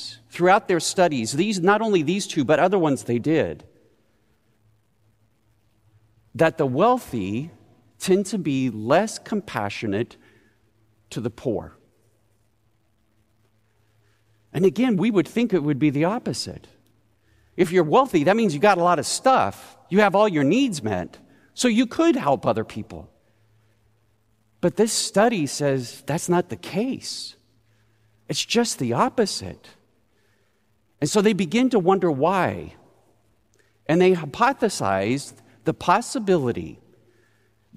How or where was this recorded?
large echoing room